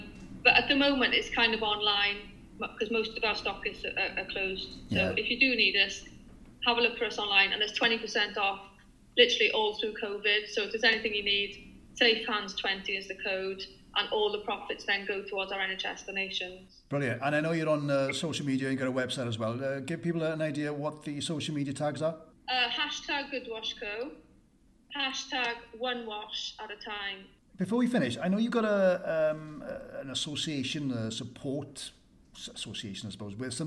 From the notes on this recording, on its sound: She lives in Barry, South Wales. Over zoom (so forgive any audio glitches at times). My dog, Jack the border terrier, decided to bark at the postman!